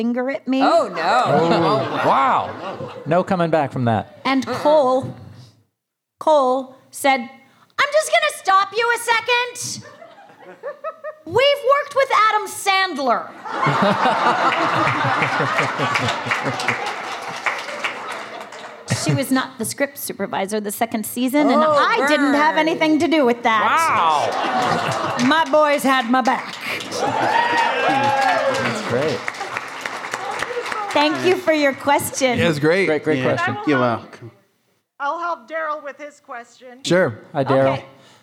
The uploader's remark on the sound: Recorded at RI Comic-Con 2021